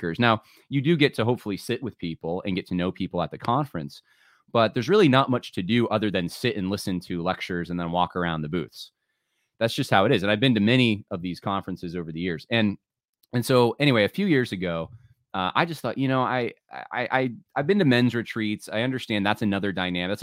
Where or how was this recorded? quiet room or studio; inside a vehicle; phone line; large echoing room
quiet room or studio